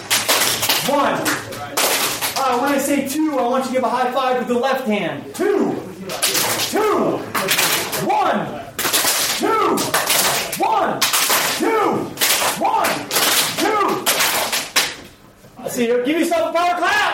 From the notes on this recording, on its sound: A live coaches educational clinic at The European Baseball Coaches Association Clinic. Prague Clinic. More than 100 coaches from all over the world.